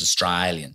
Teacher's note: On one particular vowel, I think it's the A sound. Anything that's A, he says I.